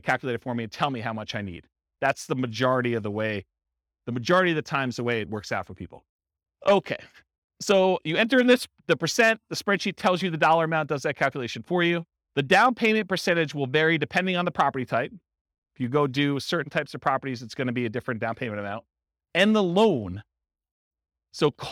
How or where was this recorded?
live audience